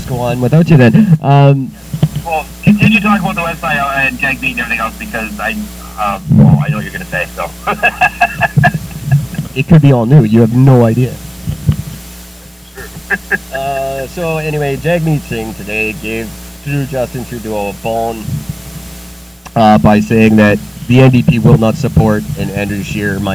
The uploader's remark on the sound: Technical difficulties get the best of them again.